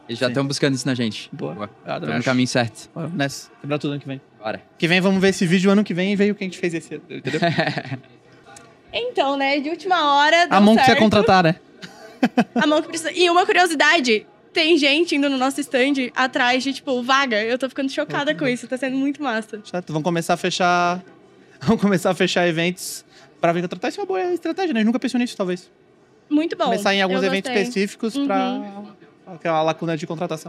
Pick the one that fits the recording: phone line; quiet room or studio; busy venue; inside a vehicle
busy venue